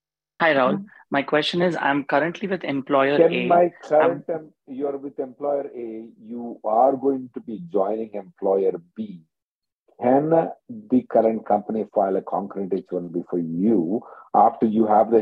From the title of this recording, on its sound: Conference Call